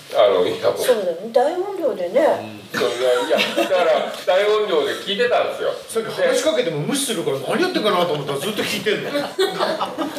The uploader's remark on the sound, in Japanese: 湯治場ラジオリスナーのみなさんをお迎えしての公開収録です。